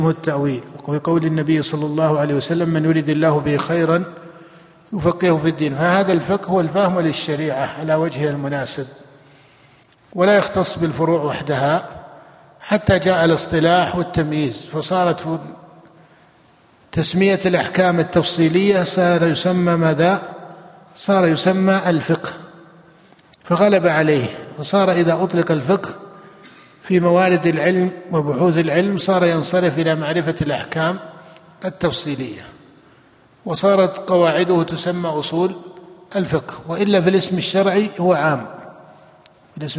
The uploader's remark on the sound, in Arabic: جامع عثمان بن عفان بالرياض